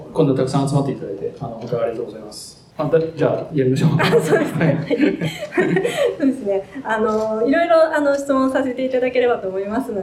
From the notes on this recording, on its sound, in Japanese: 同館であったトークイベントの様子をすべてお届けします